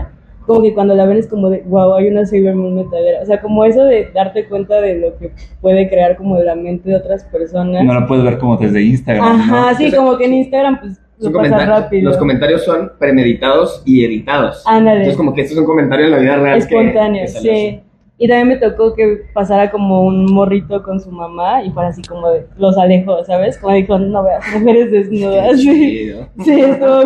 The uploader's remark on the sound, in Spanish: MINIsodio #60 que armamos en el Festival Rayón 2023. Desde House of Vans CDMX.